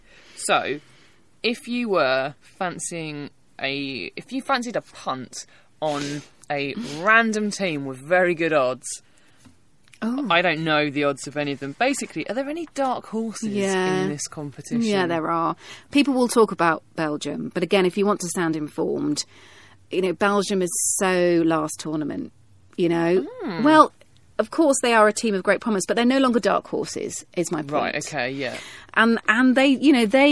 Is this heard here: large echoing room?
no